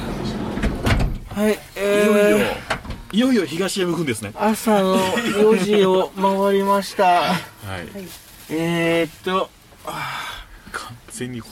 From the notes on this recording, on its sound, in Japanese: 今回は全編、野外収録特集でお送りいたします！3月22日に長野県の下條村で行われた地域活性イベント「ローカルヒーロー大激突！」。